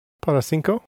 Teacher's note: The word to stress is cinco